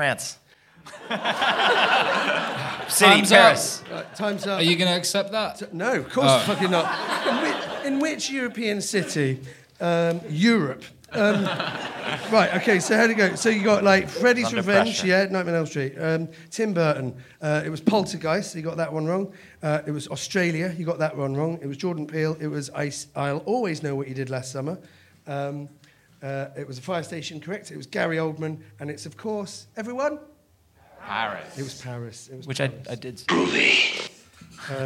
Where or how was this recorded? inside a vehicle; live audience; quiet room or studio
live audience